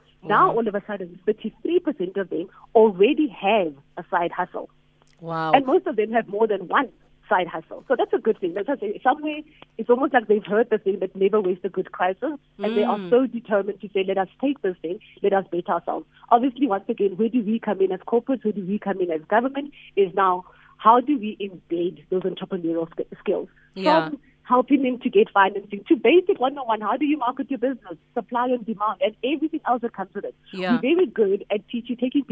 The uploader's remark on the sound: we are joined on the line